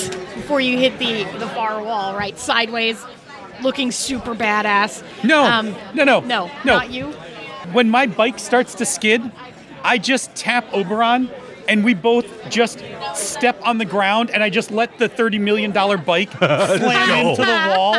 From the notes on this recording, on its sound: LIVE FROM QUEEN CITY CONQUEST